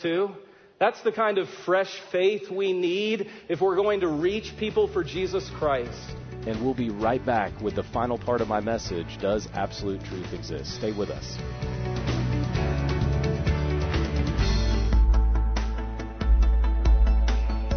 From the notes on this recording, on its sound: In this sermon he gave at Houston's First Baptist Church in Texas